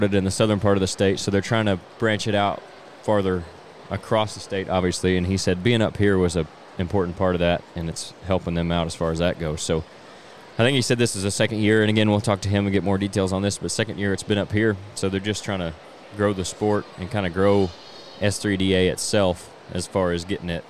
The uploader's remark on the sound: This week the guys traveled to Springfield to record a remote episode from the Illinois S3Da State Championships.